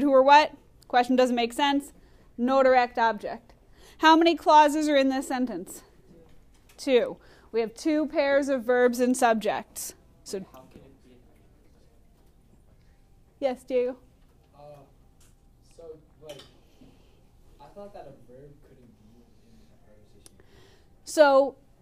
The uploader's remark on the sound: Recorded in class on 12/16/19